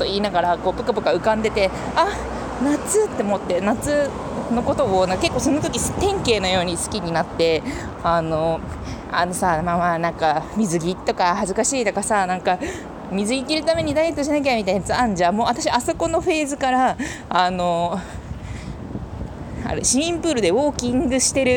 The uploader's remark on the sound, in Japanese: あつすぎて歩きながら話しながら溶けながら。